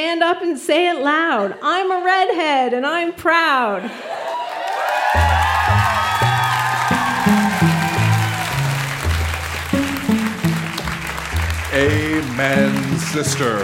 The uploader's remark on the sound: Recorded live at The Guild in Charlottetown, PE.